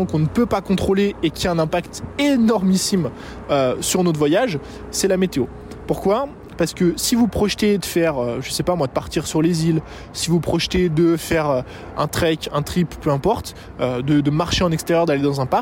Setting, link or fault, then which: setting, outdoors